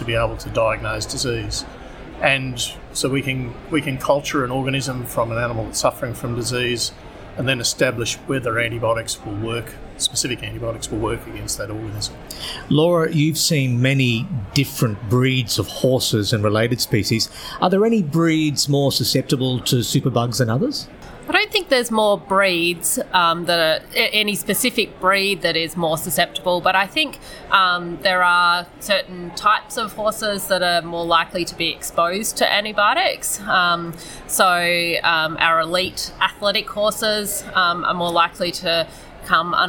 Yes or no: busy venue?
yes